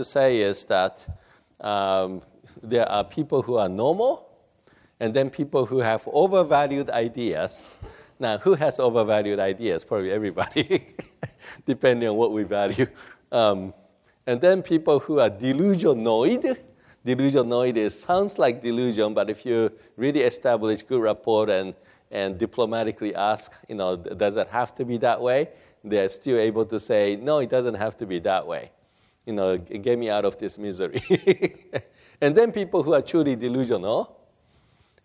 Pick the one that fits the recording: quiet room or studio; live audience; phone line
live audience